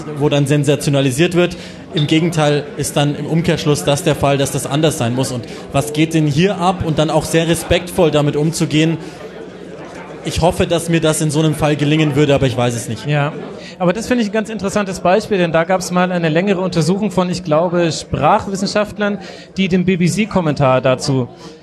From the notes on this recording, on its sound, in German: Die erste Rasenfunk-Live-Folge! Das erste live vor Publikum aufgezeichnete Tribünengespräch fand im Rahmen des tkschland in München statt. Dank der Location im Stadion an der Schleißheimer Straße wurde aus dem Tribünengespräch ein Tresengespräch. Die Rahmenbedingungen waren etwas anders als sonst und dementsprechend ist diese Folge kürzer als gewohnt, vielleicht auch ein bisschen lauter im Hintergrund, aber so ist das eben: live ist live.